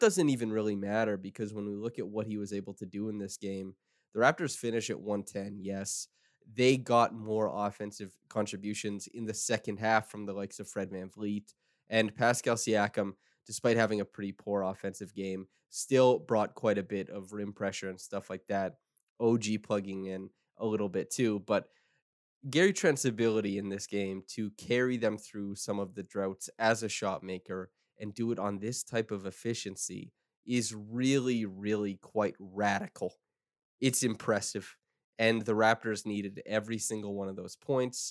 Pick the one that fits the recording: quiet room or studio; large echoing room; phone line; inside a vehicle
quiet room or studio